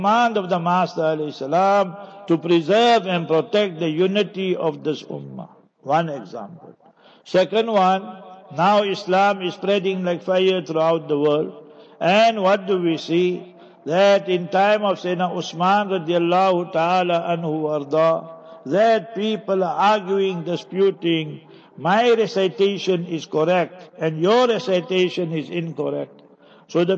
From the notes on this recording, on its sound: Jumah Lecture at Avonadalle Musallah